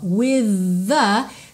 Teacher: percebe que o TH de with é o TH vocalizado